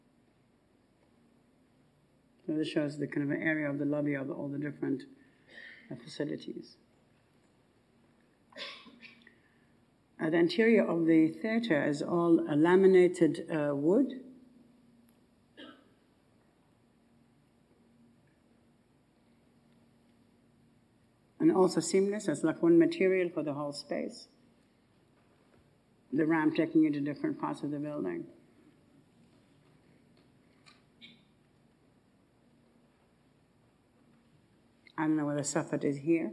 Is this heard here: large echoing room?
yes